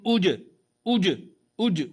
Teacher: خبيثة اجتثت فننتبه للجيم همزة ضمة جيم سكون أج أج أج واضح سامع صوت الجيم مقلقلة في الابتداء